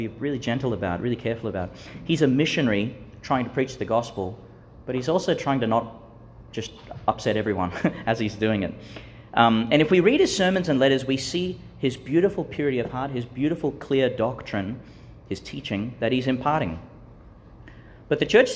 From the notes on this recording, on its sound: delivered in the Marian Centre at Chanel College, Gladstone, Qld.